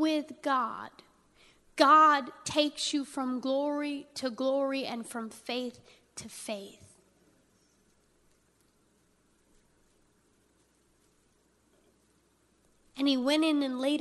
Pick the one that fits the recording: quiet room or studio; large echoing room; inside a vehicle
large echoing room